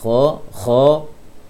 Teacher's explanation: yang bulat, yang agak membulat sedikit adalah kho